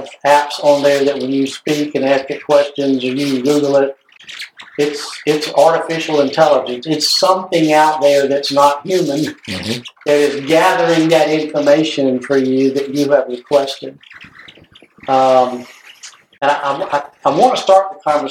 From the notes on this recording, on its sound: Headphone warning! Audio is fuzzy, please listen at a low volume!